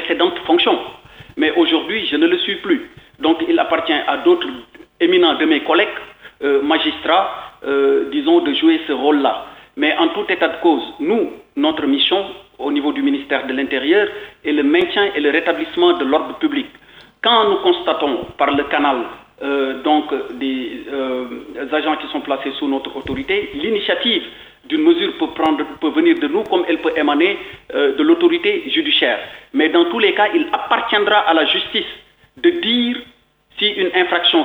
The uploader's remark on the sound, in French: a-t-il expliqué au téléphone, joint par la RTS